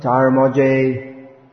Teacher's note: dhya, dhya, that sound, dhya, all becomes merged into a j, tarmoje. Everything should be pronounced clearly.